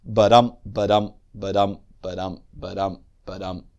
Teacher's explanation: A word about the meter here, because he's talking about meter and he's writing in meter. He's writing in what we would call today iambic hexameter, that is six iambic feet.